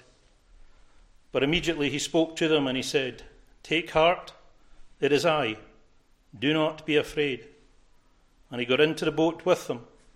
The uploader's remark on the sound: recorded at North Harris Free Church on the morning of Sunday, 31st December 2023